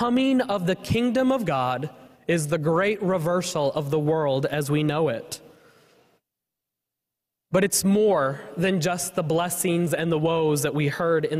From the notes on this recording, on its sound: was preached at First Presbyterian Church of Allentown, PA on July 23, 2023.